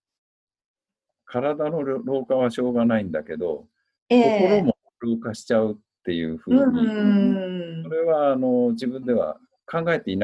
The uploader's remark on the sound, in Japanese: 今回もZOOM収録でお届けです